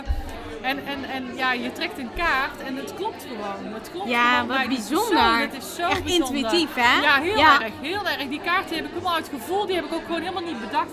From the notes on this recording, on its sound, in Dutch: live op haar boeklancering